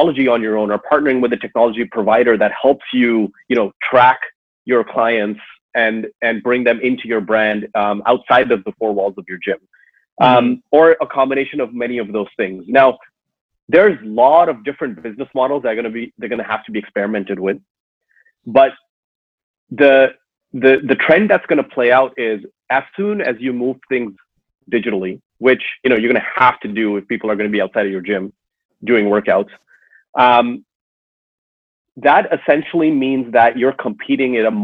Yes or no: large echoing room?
no